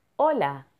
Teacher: Now hear that there is an H, but the H is silent in Spanish, so pretend it's not there